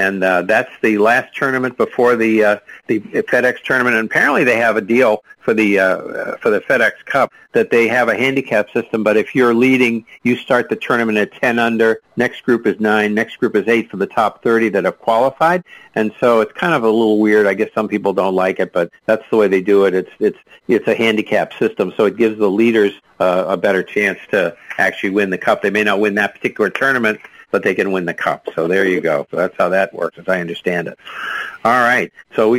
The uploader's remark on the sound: take your live calls